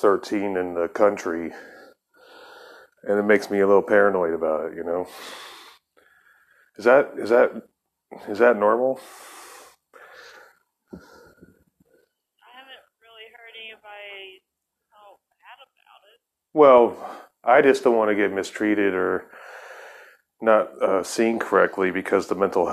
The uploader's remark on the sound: You will have to forgive the sound on some of the calls it's just how it goes.